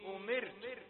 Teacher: عايزين نقول ايه انت بتقول امرت الراء فيها شيء من التفخيم عاوزين الراء مرققه لانها سكنت بعد ايه بعد كسر